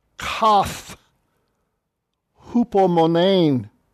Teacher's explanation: Kath is kata, with the alpha removed because the following word has a vowel. And for this particular word, the tau is changed to theta because of the rough breathing.